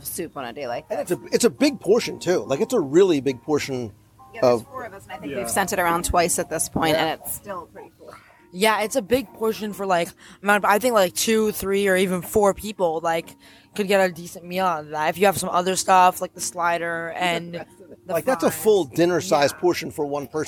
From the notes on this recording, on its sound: Live Review of Katsura Grill in Japan in EPCOT. As we gather around a table in the outdoor, upper level seating area at Katsura Grill in the Japan pavilion in EPCOT.